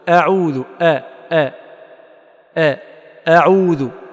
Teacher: فالبعض يتحرى ألا يفخم في أعوذ فيقول أعوذ، وهذا موجود وهو خطأ. يحاول أن يهرب من تفخيم الهمزة فيبالغ في ترقيقها إلى أن يقع في إيش؟ في الإمالة